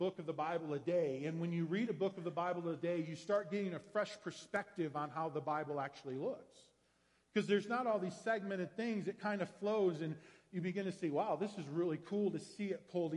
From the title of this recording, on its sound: Woodland Life Church Live